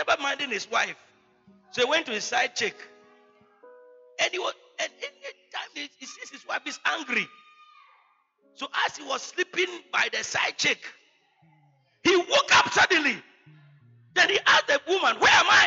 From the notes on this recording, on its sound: He Gave Gifts Unto Men Convention. Preached at the Good Shepherd Cathedral, Loyalty House International. Community 22 - Tema.